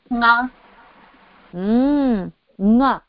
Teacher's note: So when you employ the nose also to release air, not only is air being released through the oral cavity, but also through the nasal cavity, when both are being used at any location, it makes a distinct nasal sound.